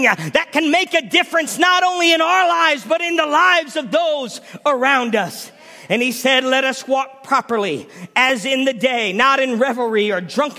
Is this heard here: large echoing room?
yes